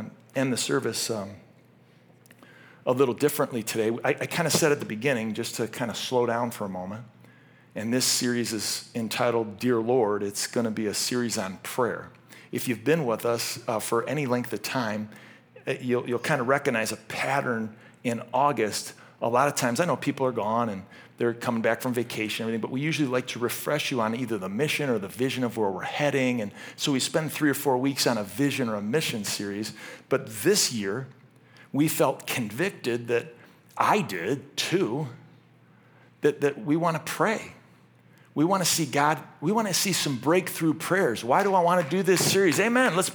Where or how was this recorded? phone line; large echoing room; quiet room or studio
large echoing room